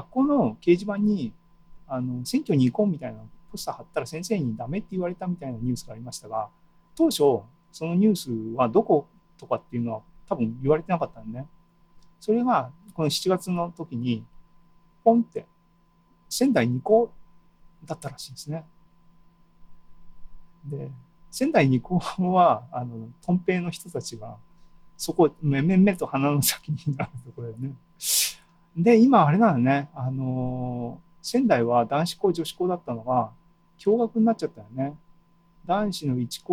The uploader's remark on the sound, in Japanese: ２０２２年７月２７日に開催した ZOOMライブの模様です